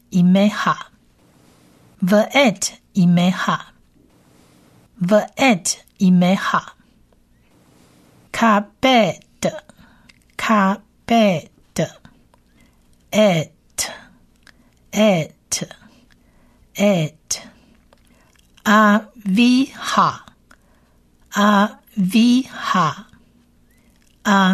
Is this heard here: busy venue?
no